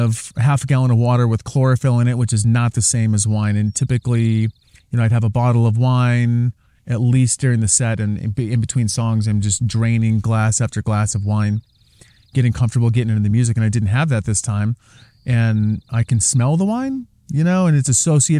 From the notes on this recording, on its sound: Recorded on the beautiful red rocks of Sedona Arizona